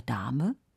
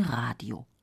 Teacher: Und das D in der Dame? Hart natürlich. Im Gegensatz zum weichen D in Radio.